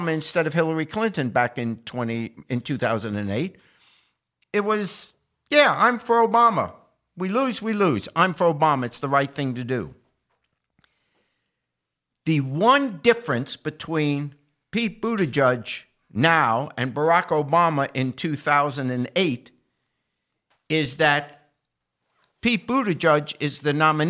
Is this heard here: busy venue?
no